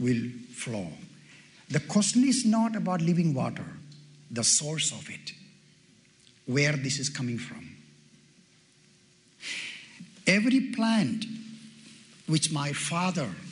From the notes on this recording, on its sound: delivered at a Pastor’s Conference